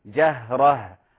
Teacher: إذا تقف على كلمة جهرة كما قلنا تراعي بيان همس الهاء